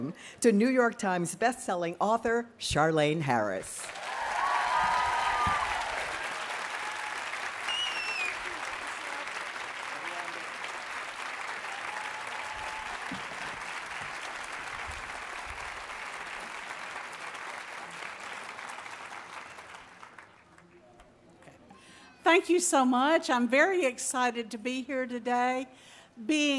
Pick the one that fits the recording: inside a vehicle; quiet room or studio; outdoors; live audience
live audience